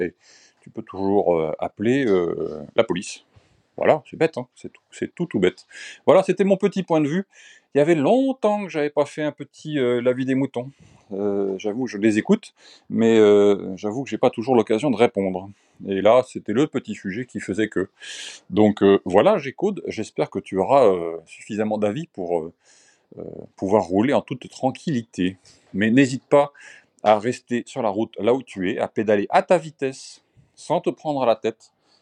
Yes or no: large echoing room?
no